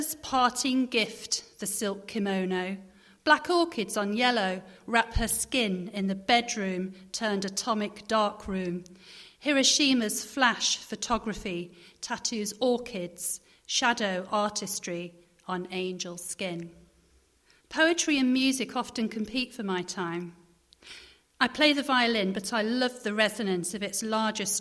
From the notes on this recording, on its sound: Special show broadcast LIVE from the Bishop Greaves Theatre in Lincoln on Sunday 15th May as part of the Lincoln Book Festival. Special show broadcast LIVE from the Bishop Greaves Theatre in Lincoln.